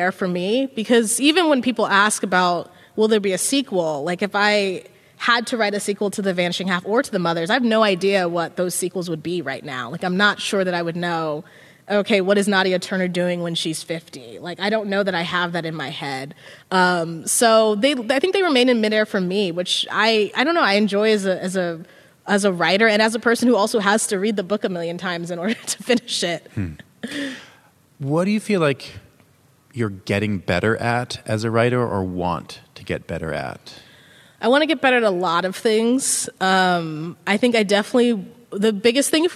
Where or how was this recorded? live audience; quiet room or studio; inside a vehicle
live audience